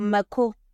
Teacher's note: It has a low high tone, but then the me is a high tone.